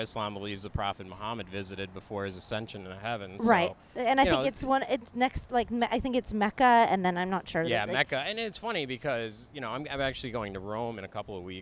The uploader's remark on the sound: While walking around Hollywood Blvd.